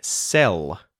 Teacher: I'm pronouncing the light L at the end of the word sell.